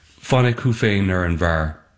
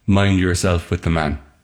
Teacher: There's the same number of syllables in both versions. And we've got the F and F sounds that close the line in Irish. I've replaced those with M sounds in English.